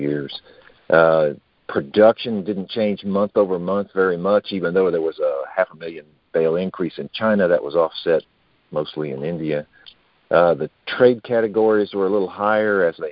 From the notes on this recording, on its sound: Monthly Conference Call